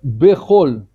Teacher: поскольку это начало слова, то шва всегда произносится